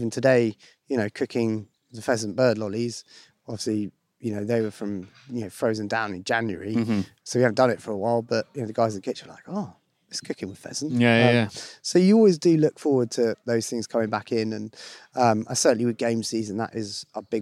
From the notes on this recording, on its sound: spends a day in the East Sussex countryside